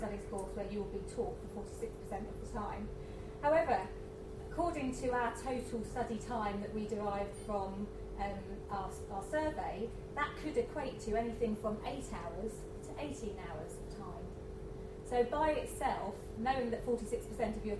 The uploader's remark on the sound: A lunchtime lecture